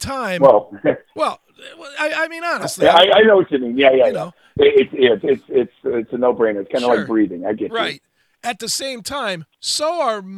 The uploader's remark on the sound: Called in to talk about the band's new release 2020.